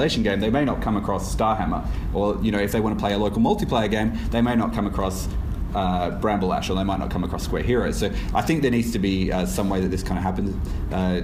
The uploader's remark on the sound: LIVE from Perth Games Festival. For this milestone we brought the show to Perth Games Festival 2016 for a live panel!